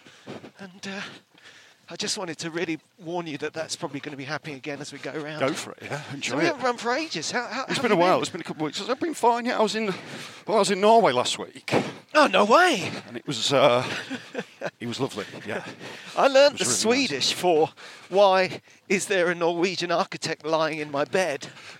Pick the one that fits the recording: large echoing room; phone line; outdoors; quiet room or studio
outdoors